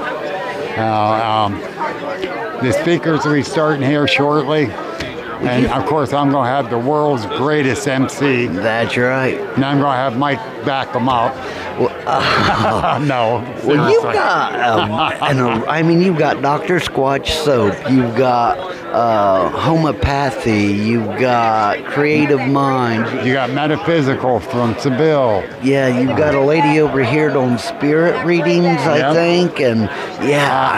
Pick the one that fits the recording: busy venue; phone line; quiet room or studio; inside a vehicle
busy venue